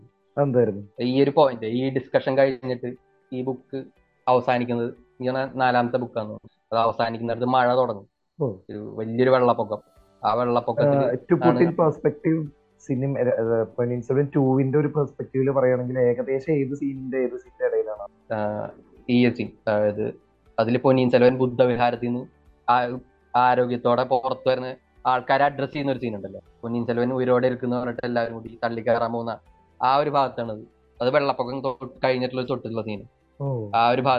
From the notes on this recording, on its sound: In this podcast, people from different parts of the world discuss over the phone (So, some episodes might start without an introduction).